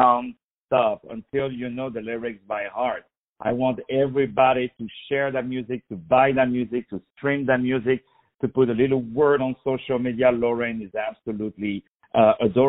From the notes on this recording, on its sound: On the phone